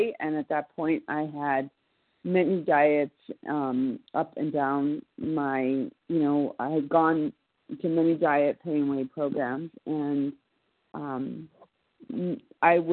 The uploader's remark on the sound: from the 100 Pounders Phone Meeting, 10/20/23.